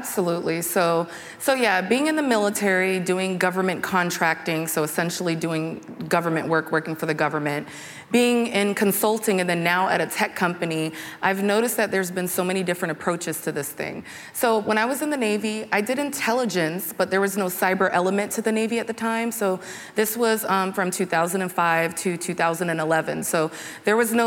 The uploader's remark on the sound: CyberWire Live: Hack the Port 2022 Fireside chat. At the Hack the Port 2022 event, the CyberWire held a CyberWire Live event.